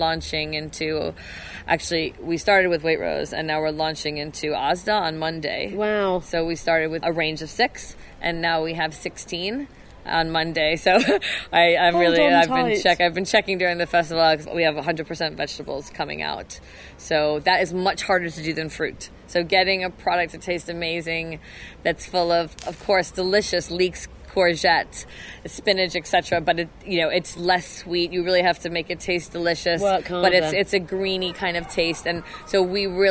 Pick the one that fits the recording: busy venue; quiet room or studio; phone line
busy venue